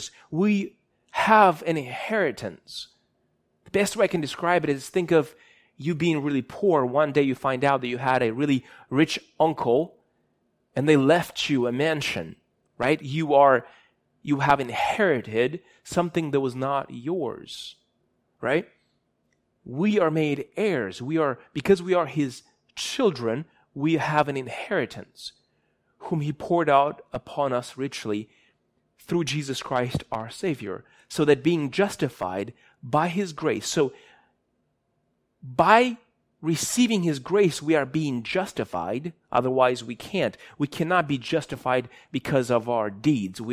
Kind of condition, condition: setting, large echoing room